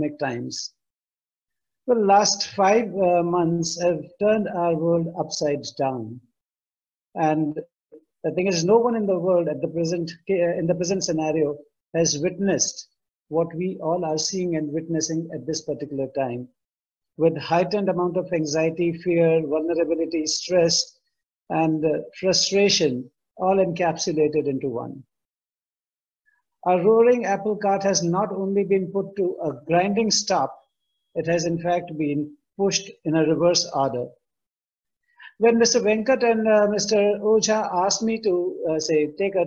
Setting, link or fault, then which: link, video call